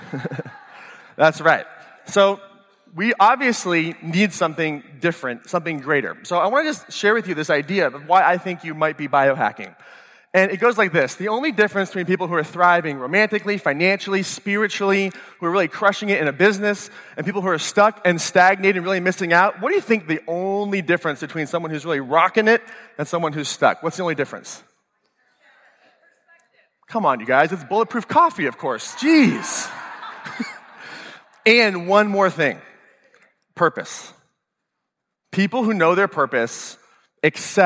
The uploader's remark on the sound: this full-length talk from 2017 Bulletproof Biohacking Conference